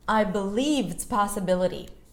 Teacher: Possibility is stressed, believe is stressed, it's reduced.